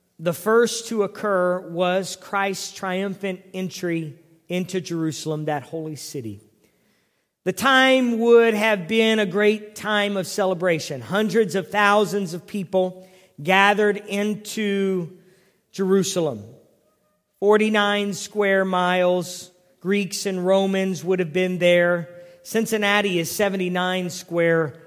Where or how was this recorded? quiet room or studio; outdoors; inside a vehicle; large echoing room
large echoing room